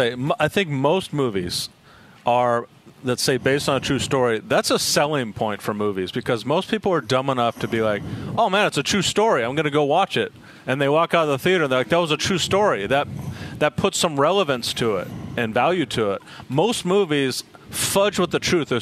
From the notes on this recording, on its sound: LIVE from Chargers training camp in Costa Mesa, CA.